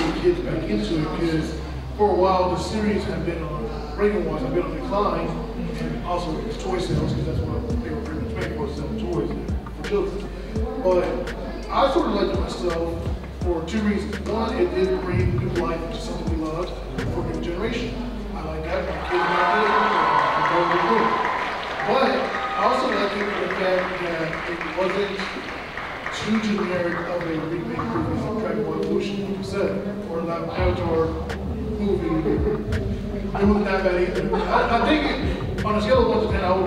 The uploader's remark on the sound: We talk all thing Power Ranger during a panel at Metrotham Con 2023.